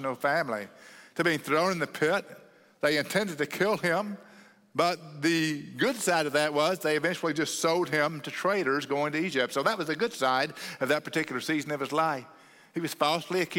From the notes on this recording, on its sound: at Cross City Church in Euless, TX on May 14, 2023